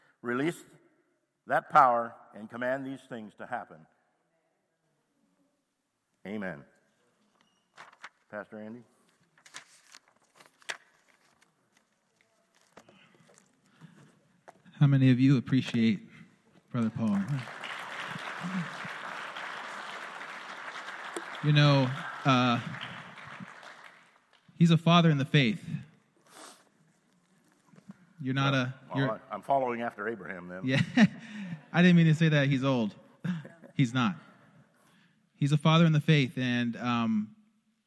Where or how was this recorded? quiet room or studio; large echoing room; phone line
large echoing room